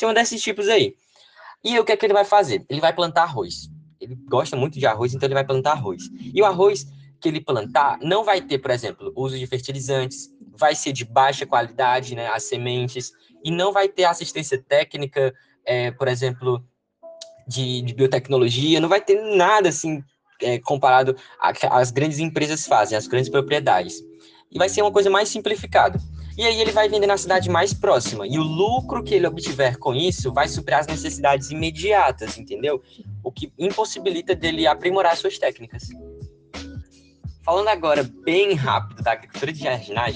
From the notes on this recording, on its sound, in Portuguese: Podcast realizado por meio da plataforma Google Meet, gravado no período em que as aulas estavam ocorrendo de forma remota.